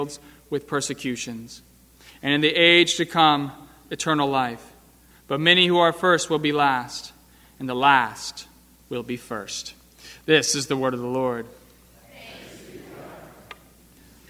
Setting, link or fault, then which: setting, large echoing room